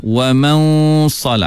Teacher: Nun mati bertemu dengan sad, kena baca dengan dengung yang tebal. Wa man, bukan wa man, wa man, suara akan naik ke atas.